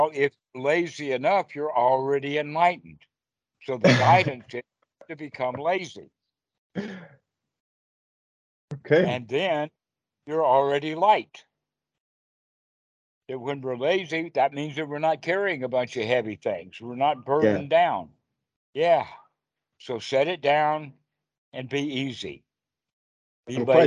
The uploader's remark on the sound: Skype calls on this channel.